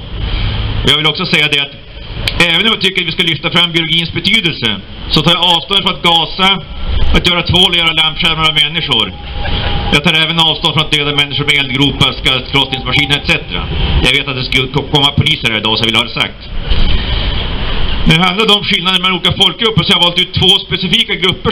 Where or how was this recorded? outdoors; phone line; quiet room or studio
outdoors